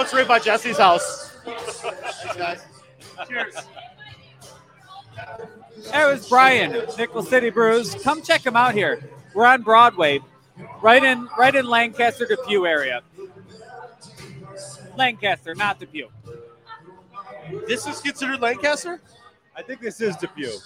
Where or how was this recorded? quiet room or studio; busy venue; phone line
busy venue